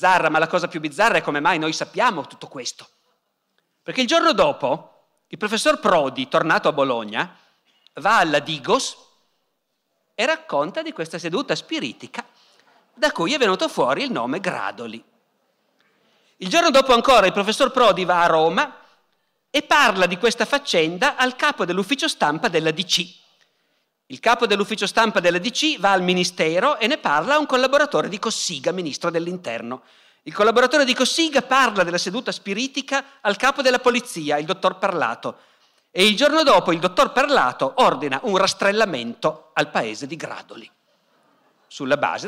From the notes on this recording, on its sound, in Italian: Dal Festival della Mente 2017.